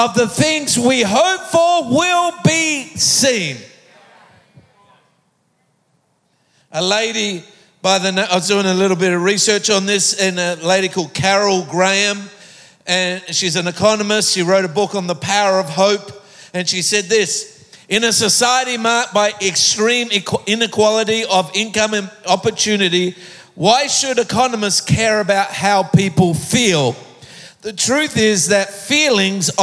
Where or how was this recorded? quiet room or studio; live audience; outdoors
live audience